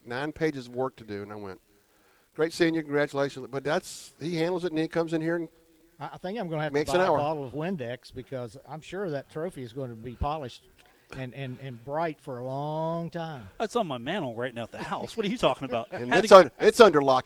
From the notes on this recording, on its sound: Live from The Union Pub and Grill